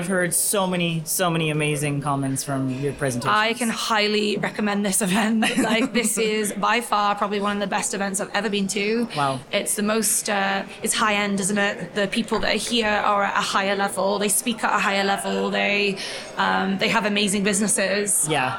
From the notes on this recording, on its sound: Live From The Salon Owners Summit 2023. Shortly after her main stage presentation.